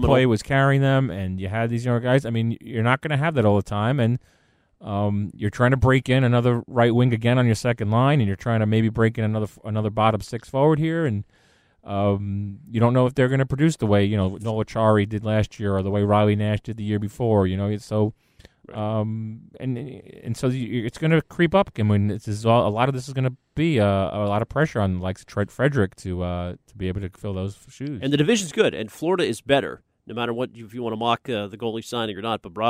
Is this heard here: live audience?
no